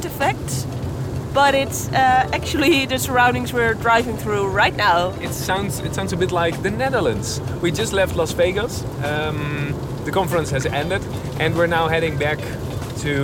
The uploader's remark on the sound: Live from Podcast Movement in Las Vegas